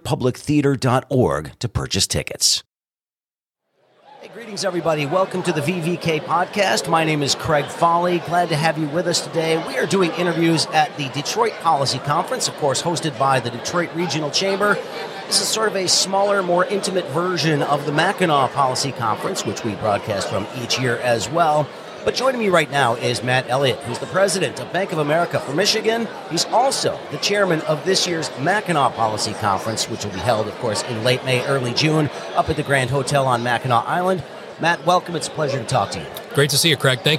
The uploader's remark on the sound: Today's episode includes two more interviews conducted at this year's Detroit Policy Conference.